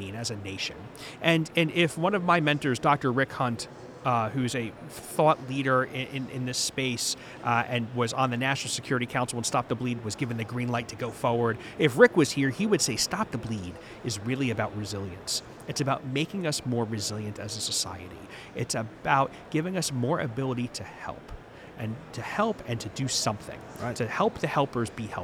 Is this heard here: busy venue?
yes